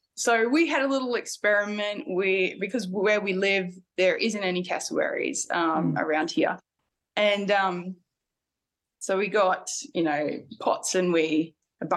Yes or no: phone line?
no